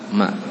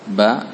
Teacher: makhrajnya sama dengan huruf ba, hanya saja ma ini agak ringan cara menutup bibirnya